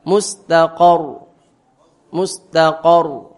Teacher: Mustaqor ditekan dan tebal.